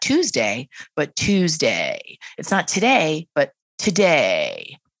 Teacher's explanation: slowing down at the end, using less air, deepening your voice. You start to hear the individual pulses of your vocal folds coming together, lower in pitch until it creaks. · Term: vocal fry